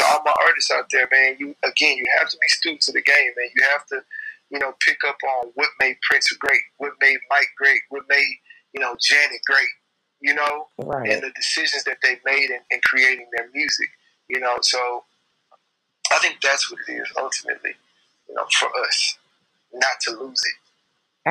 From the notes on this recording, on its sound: Audio from each interview is recorded for playback and podcasting purposes.